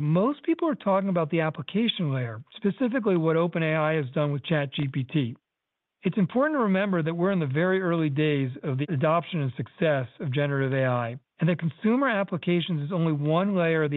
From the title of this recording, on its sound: Earnings Conference Call